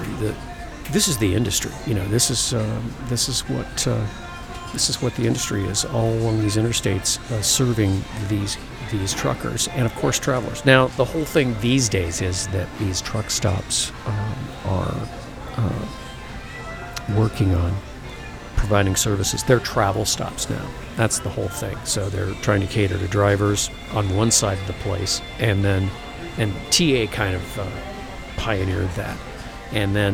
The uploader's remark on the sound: it’s time for a podcast live from the Love’s